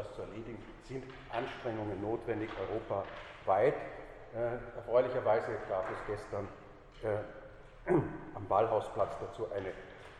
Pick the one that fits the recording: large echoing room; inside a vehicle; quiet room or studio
large echoing room